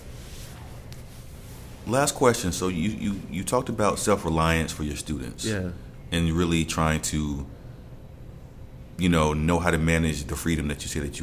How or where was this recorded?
busy venue